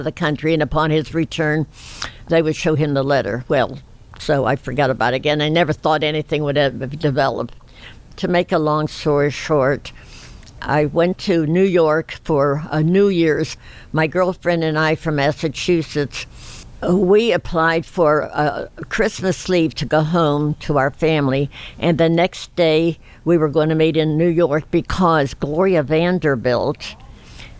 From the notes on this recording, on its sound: Recorded live at the Women’s Army Corps Veterans’ Association national convention held in Pittsburgh, Pa.